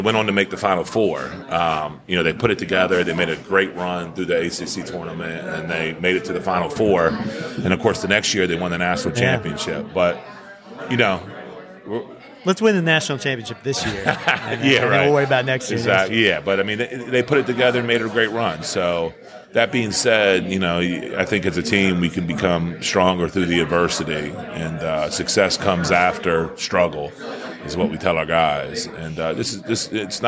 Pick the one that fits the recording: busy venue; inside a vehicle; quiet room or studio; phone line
busy venue